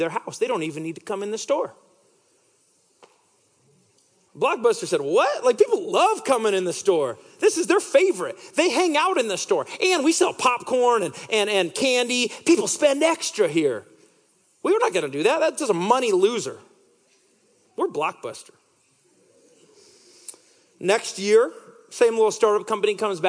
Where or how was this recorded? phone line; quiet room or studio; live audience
live audience